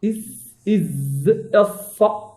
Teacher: هذه الحروف تخرج من رأس اللسان، ماشي الطرف، رأس اللسان، مستدق رأس اللسان. · Term: حروف الصفير